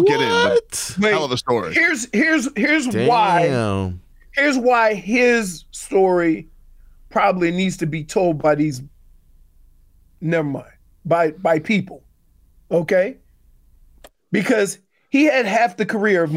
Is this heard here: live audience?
no